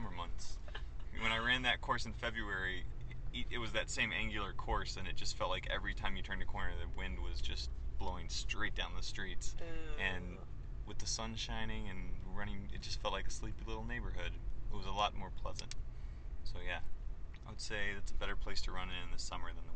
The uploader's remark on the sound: It's another "talking in the car on the way back from the race" podcast. We all ran the inaugural Super Sunny 5K in Burbank, IL, a benefit for Garden Center Services.